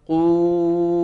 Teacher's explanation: ويرتفع أقصاه في الواو مع انضمام الشفتين